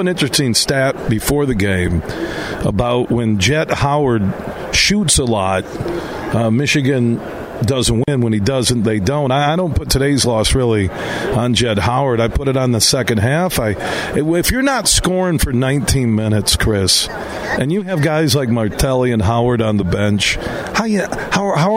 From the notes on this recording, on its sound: we're broadcasting live from DeVos Place in downtown GR as the Ultimate Sport Show is in town today through Sunday